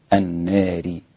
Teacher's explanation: من النار قللها الإمام أبو عمرو والإمام ورش. النار هكذا بالتقليل، النار.